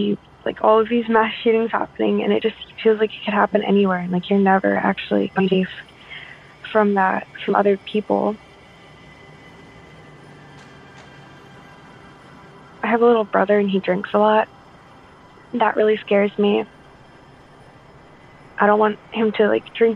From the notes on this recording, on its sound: called in to us from Maryland